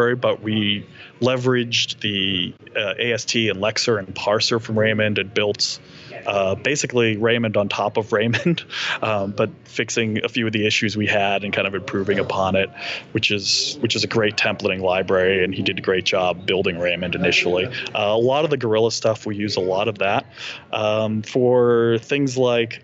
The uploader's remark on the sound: Go and Buffalo Live from Dunkin' Donuts. Live from his local Dunkin’ Donuts.